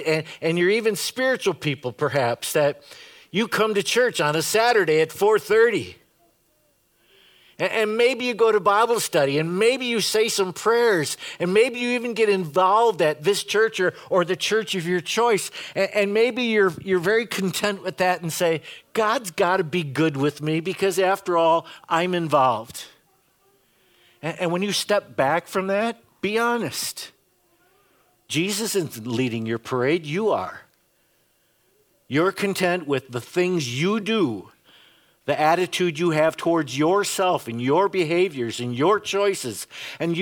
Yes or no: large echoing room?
yes